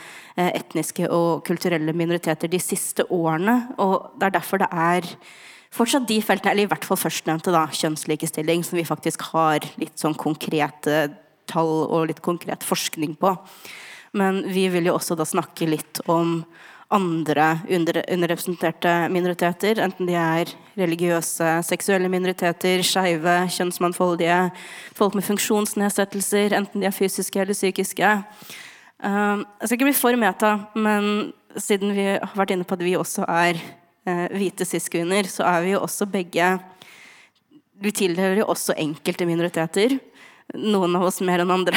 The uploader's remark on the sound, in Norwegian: var vi på FemFilm på Vega Kino, og spilte inn vår aller første live-episode